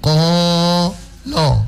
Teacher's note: kadang lanya itu terbawa ketebalan dari huruf kof, sehingga ibu baca kolo